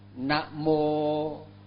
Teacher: Na Mô, Mô là dài, mà Na là ngắn · Term: dòng dài